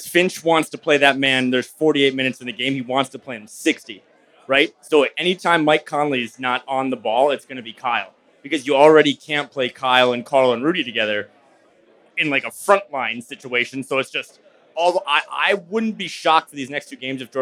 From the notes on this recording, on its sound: Live At Falling Knife Brewing. Live from Falling Knife Brewing Company. Then they take questions from listeners live from the taproom.